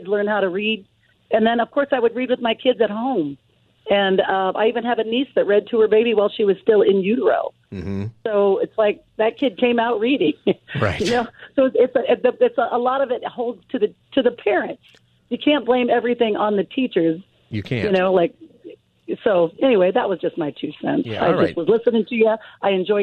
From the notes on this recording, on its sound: Listeners call in and react.